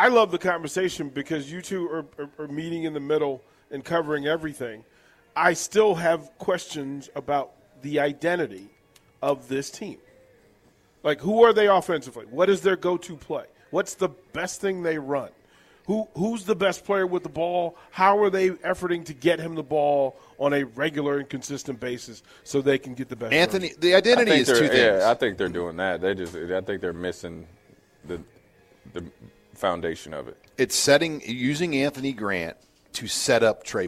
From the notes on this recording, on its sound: Live from Tanner's